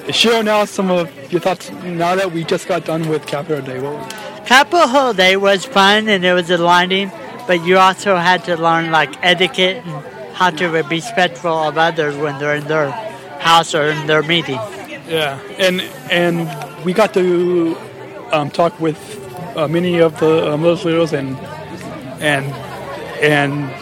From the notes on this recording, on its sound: podcasting live from Springfield, Illinois for the first-ever 2016 Capitol Day for Special Olympics Illinois